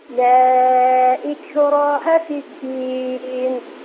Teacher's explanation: الكاف ليست مقلقلة. إك شديدة مهموسة.